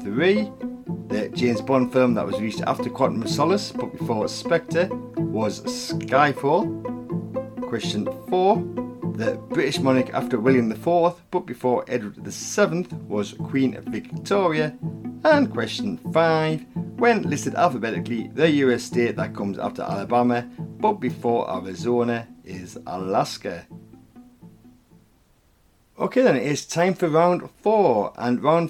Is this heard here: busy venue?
no